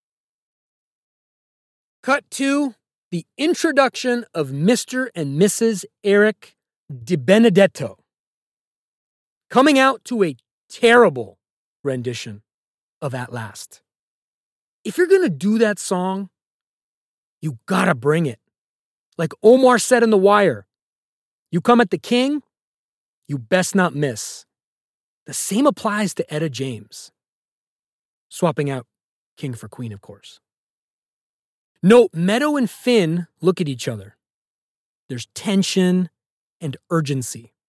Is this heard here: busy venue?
no